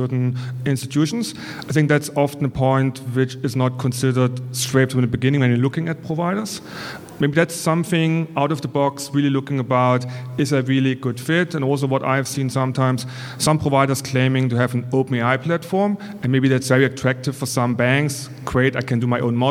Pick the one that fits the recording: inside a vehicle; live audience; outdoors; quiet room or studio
live audience